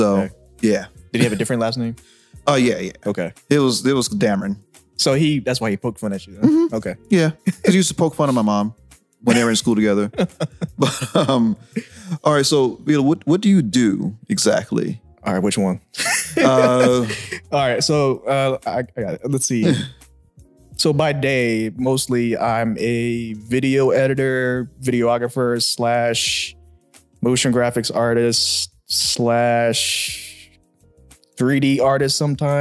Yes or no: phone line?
no